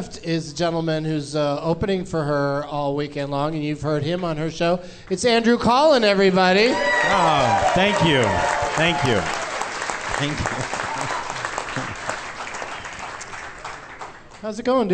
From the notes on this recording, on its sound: Live from the Tacoma Comedy Club in Tacoma